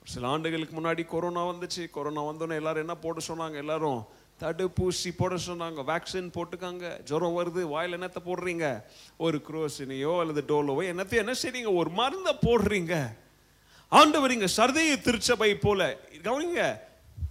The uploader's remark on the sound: Preached at Zeal Gospel Church, Bangalore during 26th day of Annual Fasting Prayer.